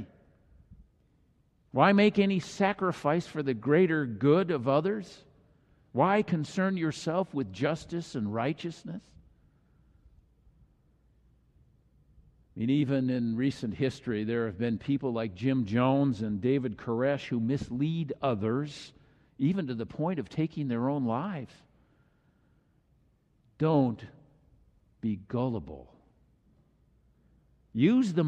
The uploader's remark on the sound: This message was delivered during the Traditonal Worship service.